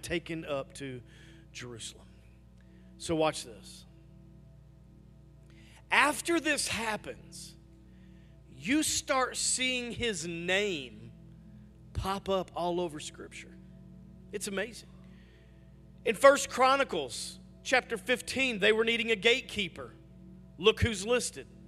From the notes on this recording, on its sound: Message audio from our weekend services!